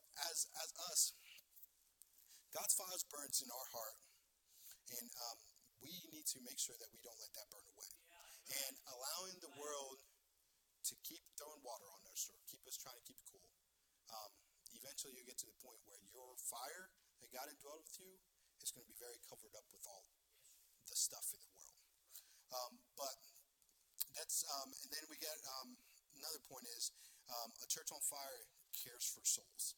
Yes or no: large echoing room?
yes